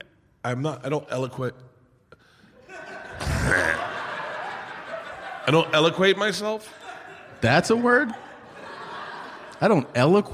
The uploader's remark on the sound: This episode of 2 Bears 1 Cave was filmed in front of a live audience of MGM Rewards Members at the MGM Grand in Las Vegas.